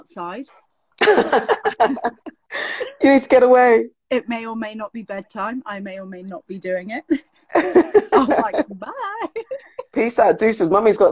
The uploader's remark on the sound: as part of our lockdown Instagram Live sessions